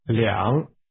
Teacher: pronounce the number 2 with a falling, rising tone